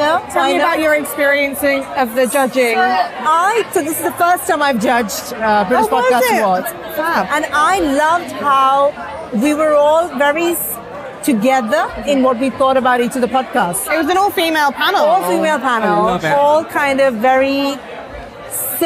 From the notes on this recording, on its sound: Hundreds of nominees coming together at London’s Outernet last Thursday to celebrate the very best of podcasting in Britain. Went behind the scenes at the ceremony - with the help of the Nomono Sound Capsule - to get live reactions from nominees, attendees and winners.